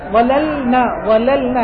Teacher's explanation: ظللنا ظللنا ظللنا، أو عدم الإفصاح بالذات في هذا ظللنا، لأن واقع لامين متتاليين وبعدهما نون، لام ولام متماثلة والنون بعدها مقاربة لها جدا، فما تتضح. ظللنا ظللنا تحتاج إلى لطف في النطق يتضح معه اللام.